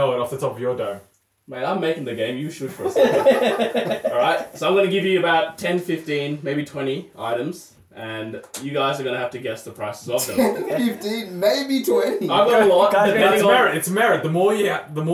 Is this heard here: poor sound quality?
yes